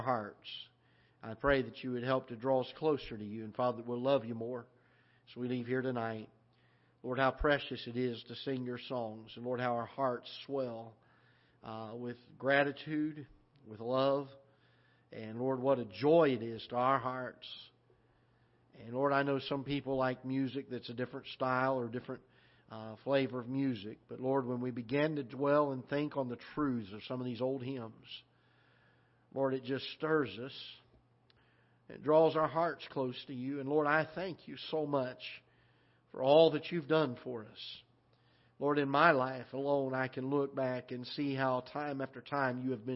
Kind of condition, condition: setting, large echoing room